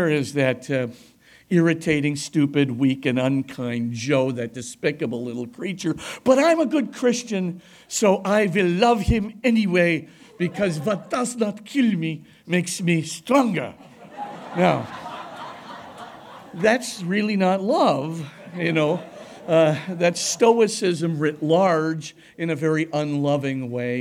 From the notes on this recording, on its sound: delivered a lecture at Christendom College on Monday, September 18